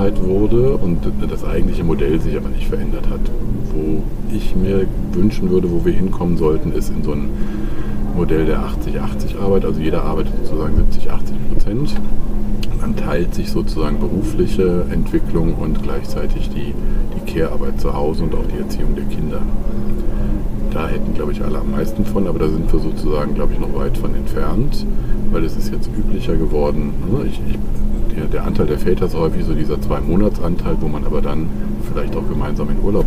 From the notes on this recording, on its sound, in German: Live-Episode von der ZP Europe